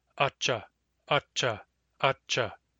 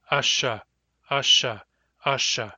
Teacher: They're exactly the same sound, except that ch is a plosive, sh is a spirant. Ch, ch stops the air.